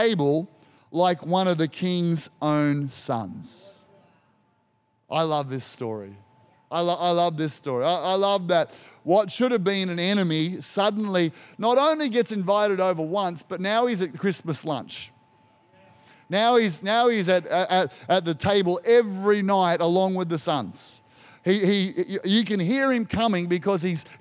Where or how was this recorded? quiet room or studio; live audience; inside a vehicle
live audience